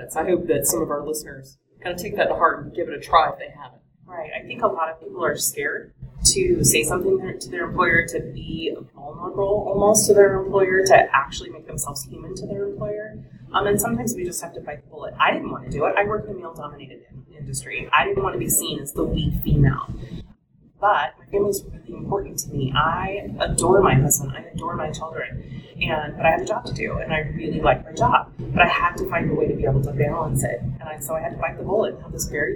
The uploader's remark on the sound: This is another live interview from SpiceWorld 2015 in Austin, TX.